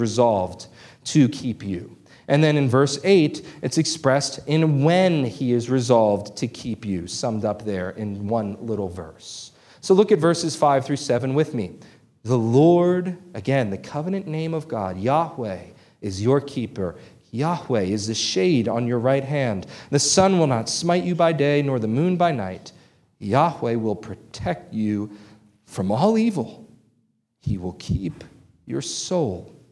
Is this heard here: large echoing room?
yes